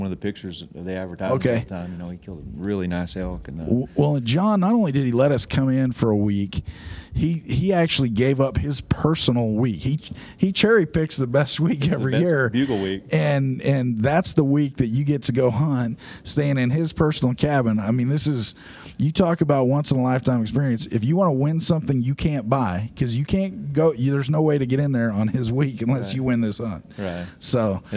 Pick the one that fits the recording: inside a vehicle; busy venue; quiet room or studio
busy venue